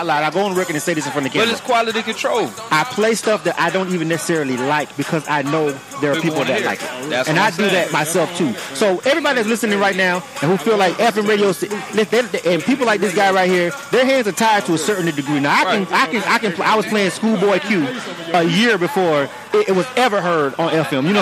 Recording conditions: busy venue